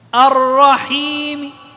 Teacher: الرحيم، أتيت بجزء من كسرة الميم، ليست كسرة كاملة، ومع خفض الصوت. لاحظ أن الحرف الميم الآن الذي وقع عليه الروم خفضت فيه صوتي دون مستوى الأحرف السابقة. القريب يسمعني، البعيد لا يسمعني، يظن أني وقفت بسكون. · الرحمن الرحيم، الآن وقفتنا بروم. الرحيم، أتيت بجزء من كسرة الميم، ليست كسرة كاملة، ومع خفض الصوت. لاحظ أن الحرف الميم الآن الذي وقع عليه الروم خفضت فيه صوتي دون مستوى الأحرف السابقة.